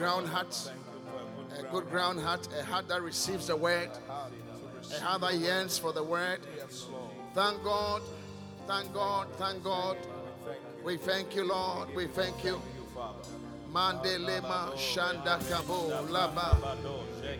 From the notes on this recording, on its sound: Preached at The Qodesh